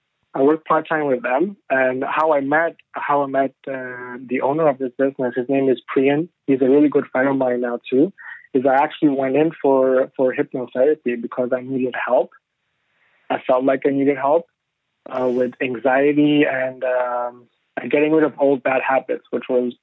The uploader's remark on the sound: Phone interview.